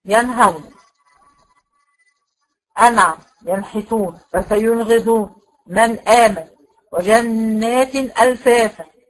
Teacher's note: زي ما قلت قبل كده، هننطق الاظهار، هننطق النون الساكنه او التنوين نطقا واضحا من غير غنة ظاهرة، بدون ما أفصل، بدون ما أسكت، بدون ما أركن